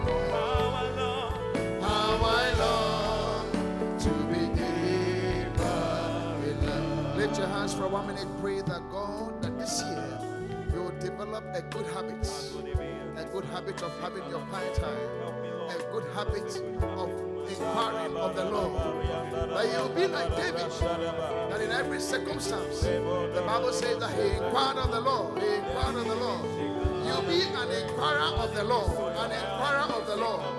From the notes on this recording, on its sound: Preached at The Qodesh. Inspiration Service.